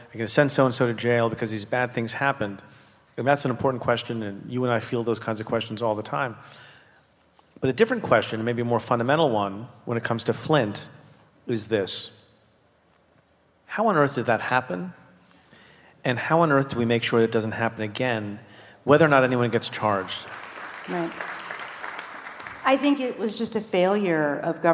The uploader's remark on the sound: Stay Tuned Unplugged: Live Tour 2019. Denver. Minneapolis. Detroit.